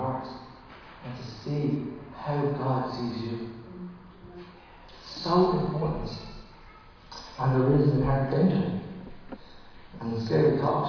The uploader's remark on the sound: Recorded live at Liberty Church on 13 September 2020